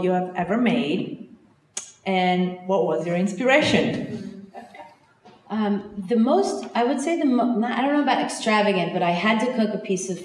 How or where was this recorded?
live audience